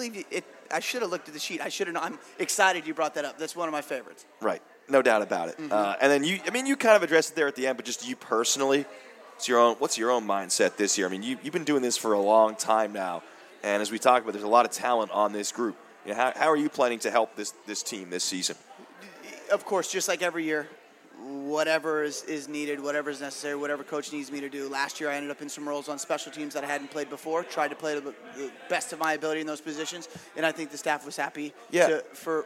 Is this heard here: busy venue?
yes